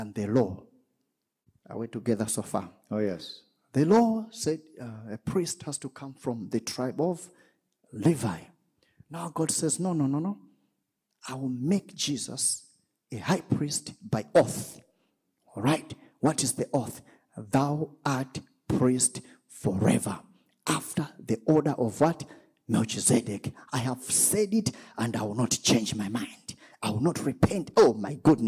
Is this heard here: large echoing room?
yes